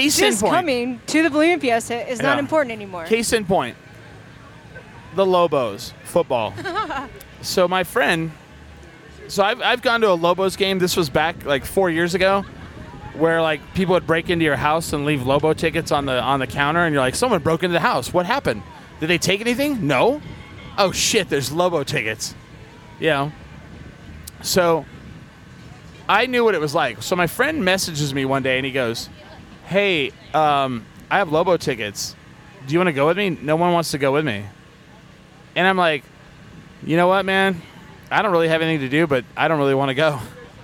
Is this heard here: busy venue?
yes